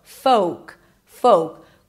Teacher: There is no L and the O is a long O as in go.